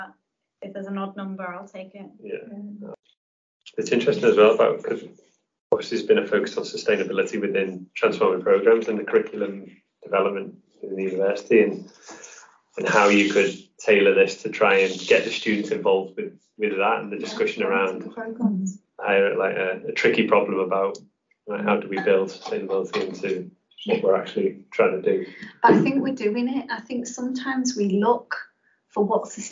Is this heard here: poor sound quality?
yes